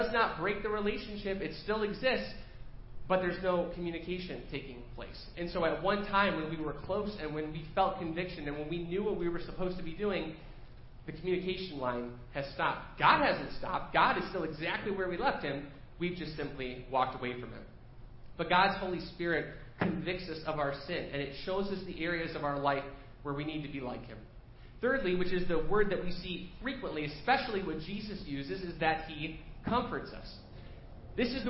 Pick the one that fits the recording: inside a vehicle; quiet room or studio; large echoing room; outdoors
large echoing room